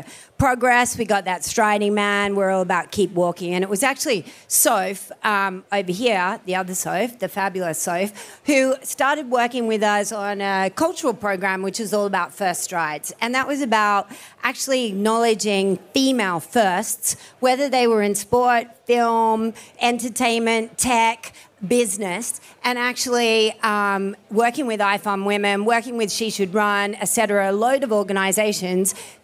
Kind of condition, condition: setting, busy venue